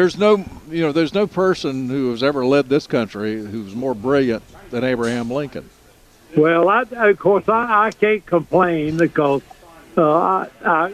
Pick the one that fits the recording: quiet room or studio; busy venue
busy venue